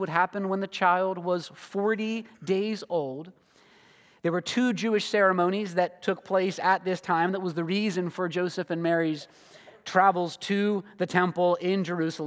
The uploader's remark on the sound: This sermon was preached at Covenant Fellowship Church on December 24, 2023.